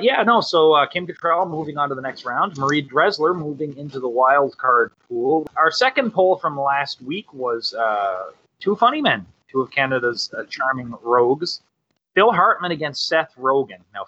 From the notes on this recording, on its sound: Still working out some audio kinks.